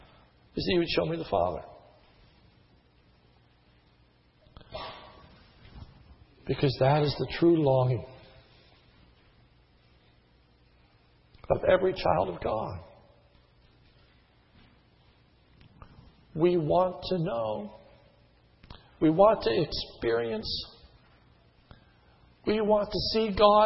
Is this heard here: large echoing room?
yes